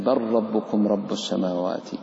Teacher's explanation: أيضا اللام مع الراء قولا واحدا عند القراء جميعا، إذا تسكن اللام وجاءت بعده الراء وجب الإضغام